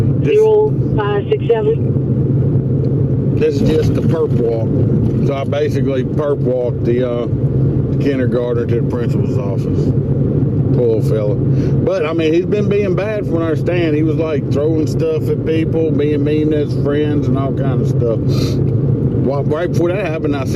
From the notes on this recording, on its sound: I tell some stories that I recorded while on the road, road noise is something that just is.